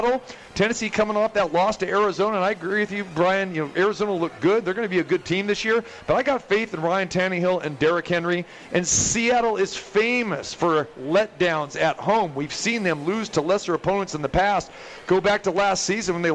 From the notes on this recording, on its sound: Live From The Cosmopolitan of Las Vegas